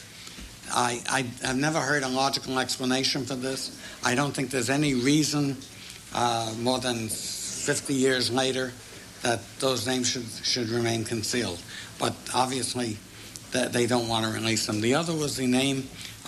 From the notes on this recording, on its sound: He also answered questions from the audience.